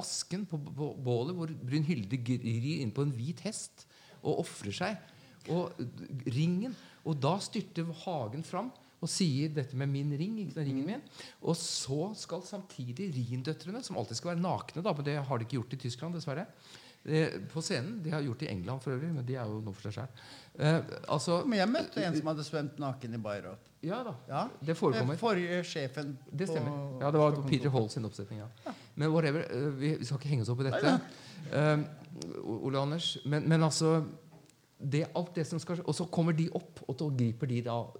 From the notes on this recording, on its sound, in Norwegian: Samtalen er tatt opp i Kanonhallen med publikum i forkant av forestillingens premiere.